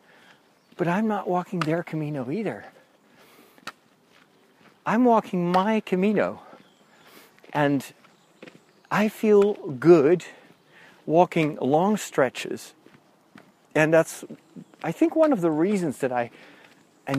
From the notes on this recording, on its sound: In this special second episode recorded while walking the Camino.